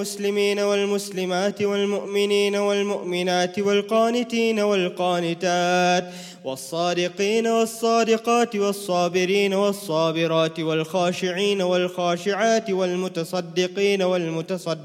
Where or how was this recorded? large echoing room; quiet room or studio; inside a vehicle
large echoing room